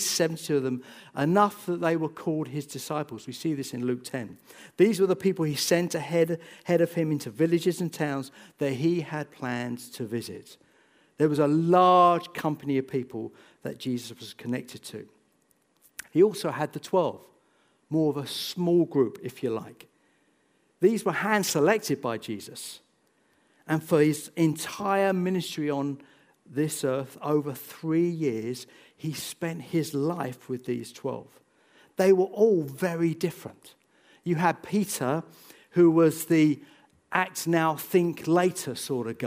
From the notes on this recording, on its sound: This sermon was recorded on Sunday 28th January 2024 at our Putnoe venue.